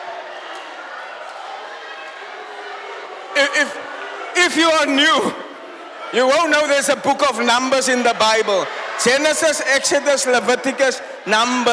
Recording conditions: large echoing room